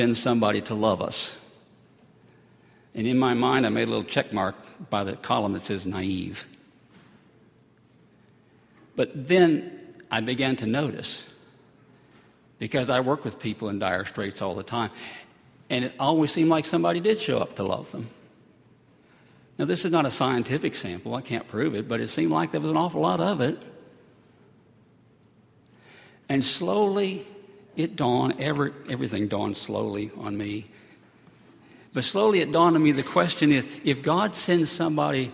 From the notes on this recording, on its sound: at Highland Baptist Church